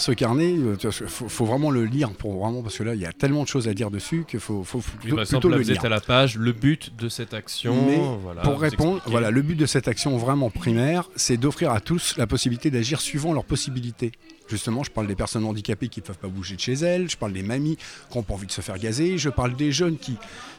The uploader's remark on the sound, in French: Libre antenne Gilets Jaunes à la seconde Assemblée des Assemblées à Saint-Nazaire